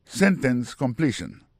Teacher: Pour completion dans lui-même, accent tombé sous deuxième syllabe là.